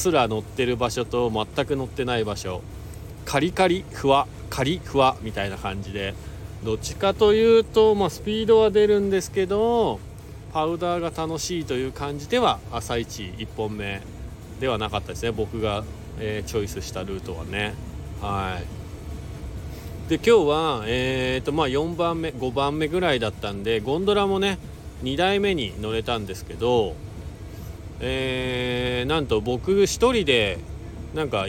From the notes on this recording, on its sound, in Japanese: 本日、白馬４７スキー場から パウダー求めて白馬さのさかスキー場にハシゴして 滑り終了後 車の中から。